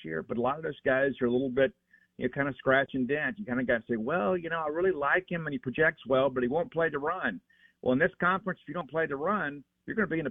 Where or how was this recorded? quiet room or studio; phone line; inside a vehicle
phone line